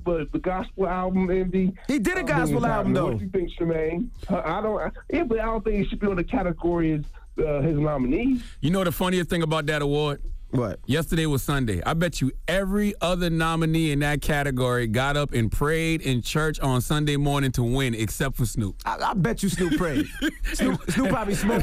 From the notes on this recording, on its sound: we opened up the phone lines